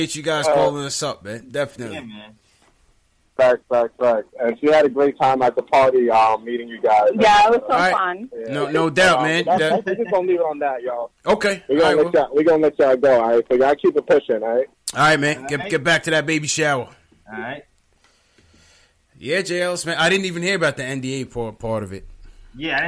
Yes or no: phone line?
yes